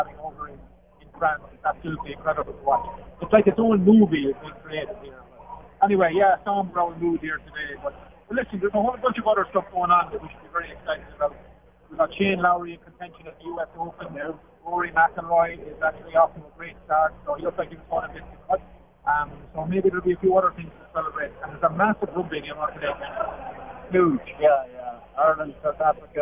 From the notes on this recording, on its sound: The lads come live from The Irish Embassy on Yonge street right after the Ireland v Belgium game.